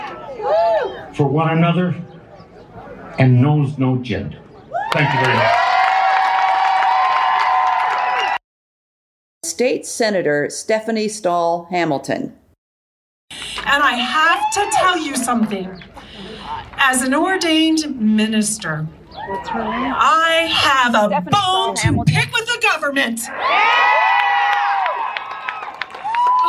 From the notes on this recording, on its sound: The second half of the podcast includes two of the speeches from the Tucson Bans Off Our Bodies rally on May 14, 2022